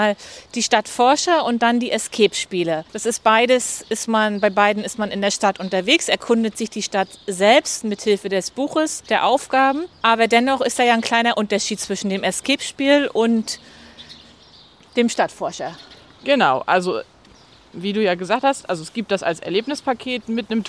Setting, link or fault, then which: setting, outdoors